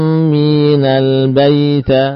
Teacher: mim bertasydid diberi gunnah yang sempurna